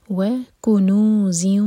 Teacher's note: وکنوز، و الگ ورڈ اور کنوز الگ، کیف پر زور دیں گے. اور کنوز میں ز بزنگ ساؤنڈ کے ساتھ، یہ ادغام غنہ کے ساتھ، تنوین کے بعد واو ہے.